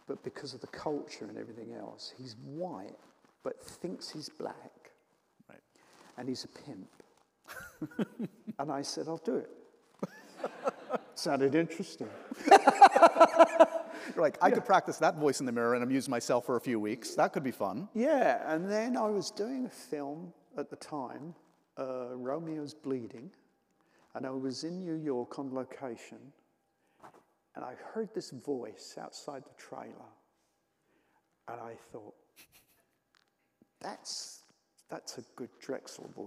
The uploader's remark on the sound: taped at the 92nd Street Y